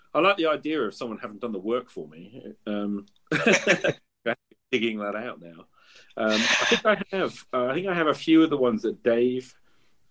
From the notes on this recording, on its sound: We had a two-hour chat using Anchor and, unfortunately, the recording was a) patchy, and b) cut off too early, mid-sentence.